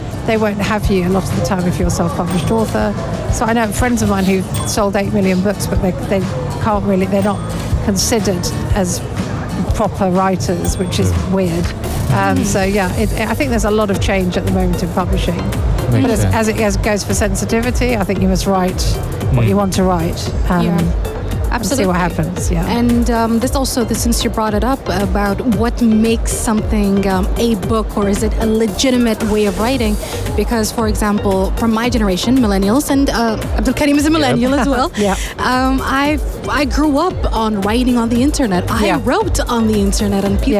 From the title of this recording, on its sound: Live from SIBF 2023